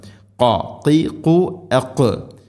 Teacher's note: തൊണ്ടയുടെ മുഗൾ ഭാഗവും കഴിഞ്ഞ് ചെറുനാക്ക്, ചെറുനാക്കിൻ്റെ ആ ഒരു ഭാഗത്ത് നിന്നാണ് ഖാഫിൻ്റെ ശബ്ദം. ഖാ, ഖി, ഖു, അഖ്.